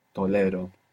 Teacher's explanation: have the accent on the penultimate syllable